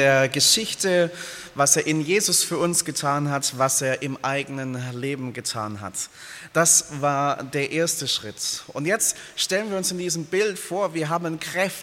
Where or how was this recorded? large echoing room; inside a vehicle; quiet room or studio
large echoing room